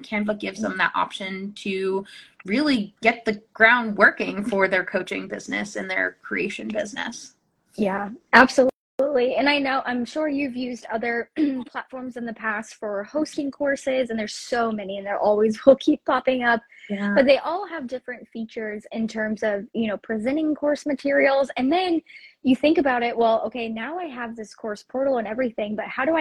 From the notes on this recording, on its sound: re-airing an Instagram live